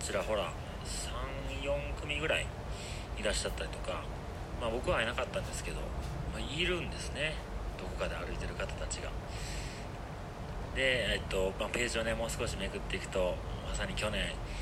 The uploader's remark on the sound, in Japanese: 苗場山頂からお届けしております。携帯での収録は編集が出来ず、なんか変な感じになってるかもしれません。